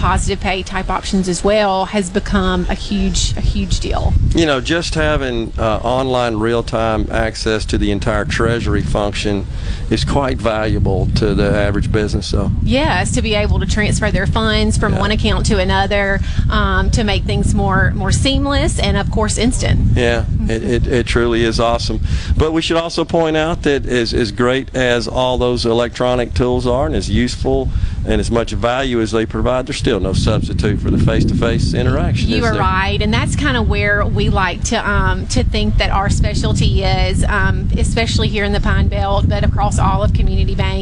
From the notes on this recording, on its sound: LIVE from Walley Forestry in Ellisville today